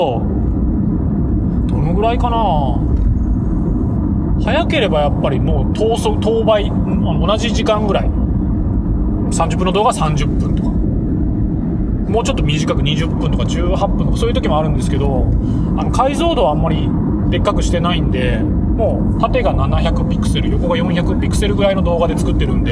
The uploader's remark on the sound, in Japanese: 福岡都市高速を走りながら。福岡都市高速を一周回りながら。